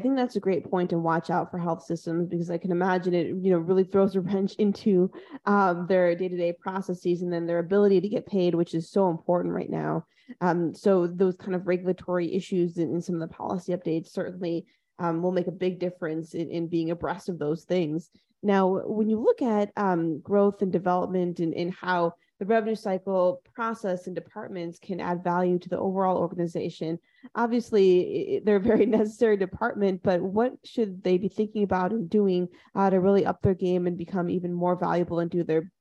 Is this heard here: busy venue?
no